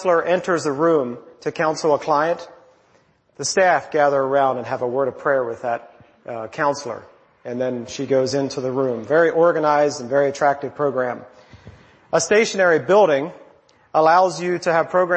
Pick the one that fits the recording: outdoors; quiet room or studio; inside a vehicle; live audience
live audience